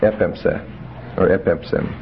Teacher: it's a short suffix, so the stress can go all the way to the augment.